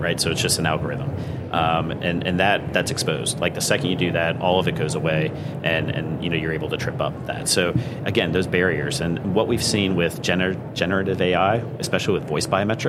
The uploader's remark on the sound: LIVE FROM MONEY 20/20